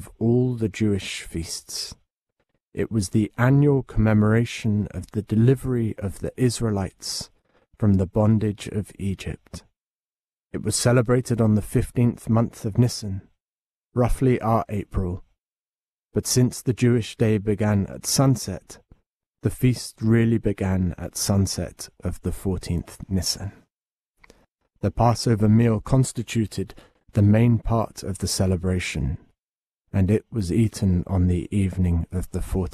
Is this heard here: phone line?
no